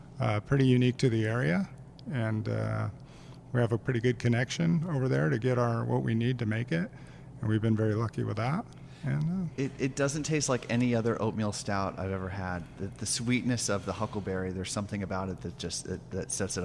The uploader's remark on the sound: live at Timeless Pints